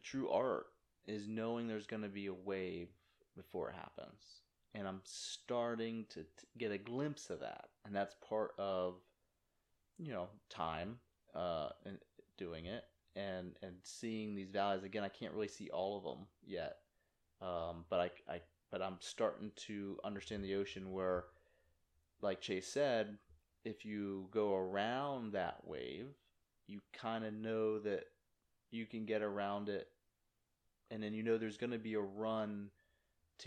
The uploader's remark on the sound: Sorry for the audio quality...